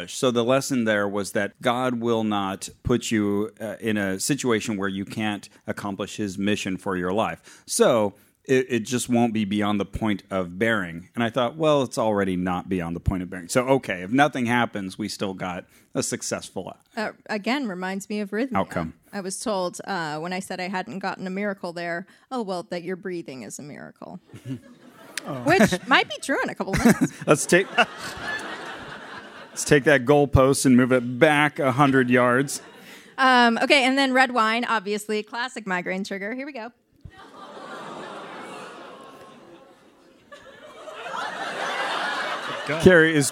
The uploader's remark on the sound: Share the tale with a live Boston public radio audience... Also all the people walking by who overhear their buttfisting references. In front of a horrified crowd.